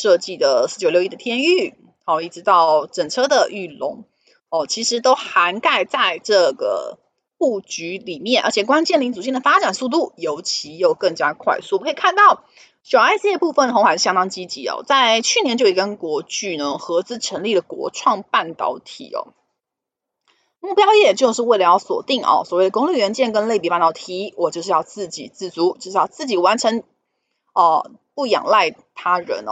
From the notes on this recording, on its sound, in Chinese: 本集有些許雜音，已亟力避免，如有察覺請多多包涵